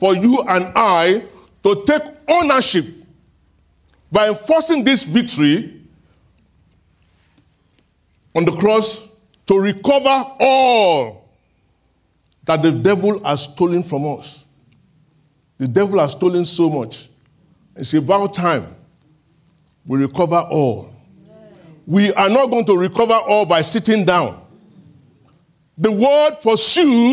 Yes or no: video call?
no